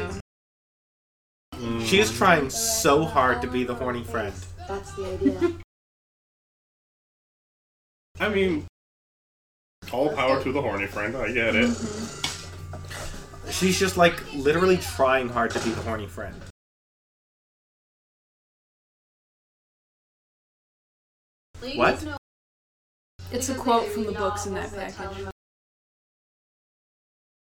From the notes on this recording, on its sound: The mic we used picked up a lot more of the movie's sound than anticipated - I've cut out as much of it as I can, but there's only so much I can do.